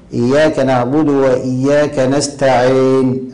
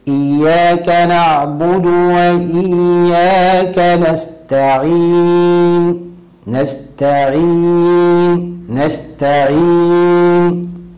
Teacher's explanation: يحقق الكسرة في العين أيضا دون مبالغة · Shown in: second take